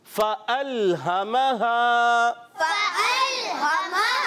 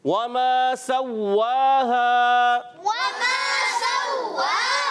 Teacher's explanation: جیسے فا کی ادائیگی کیا ہوتی ہے، اوپر کے دانتوں کے کنارے جب نیچے کے ہونٹ کے تری والے حصے سے لگتا ہے تر حصے سے تو ادا ہوتا ہے فا، اور واو ادا ہوتا ہے ہونٹوں کی گولائی سے